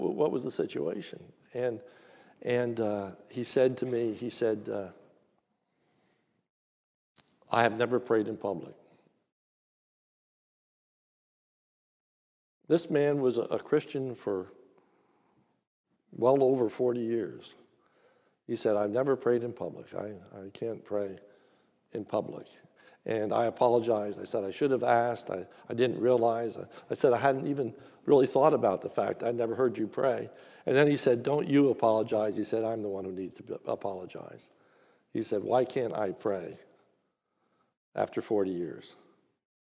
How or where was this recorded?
large echoing room